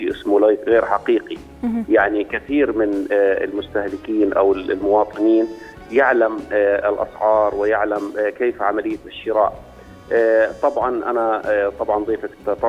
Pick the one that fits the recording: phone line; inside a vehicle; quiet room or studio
phone line